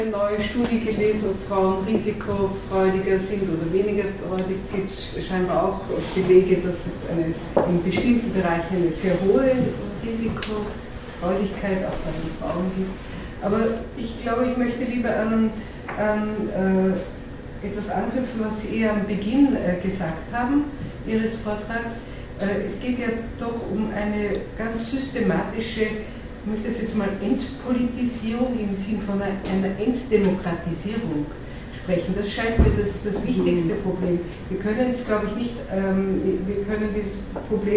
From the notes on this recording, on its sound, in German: LIVE-Mitschnitt des Vortrags. Universität Innsbruck.